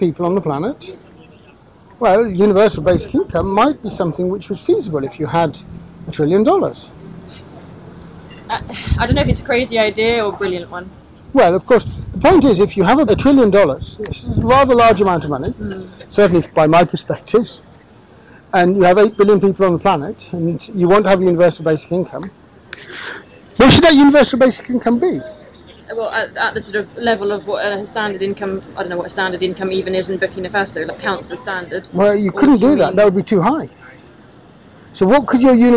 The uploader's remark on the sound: This episode was recorded outside on a mobile phone, and the audio quality reflects this. Recorded whilst traveling.